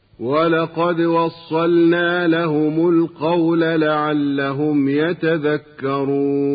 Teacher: أما كلمة وصلنا ففيها لام الفعل الساكنة وبعد اللام نون، ولقد أوضحنا قبلا أن لام الفعل الساكنة تظهر وجوبا قبل النون